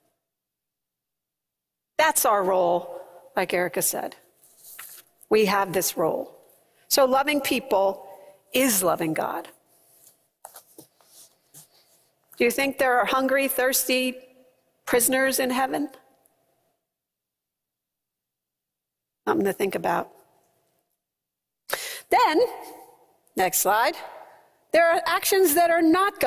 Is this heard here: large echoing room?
yes